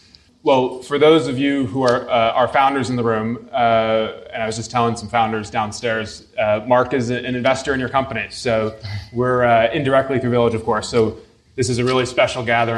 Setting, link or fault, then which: setting, live audience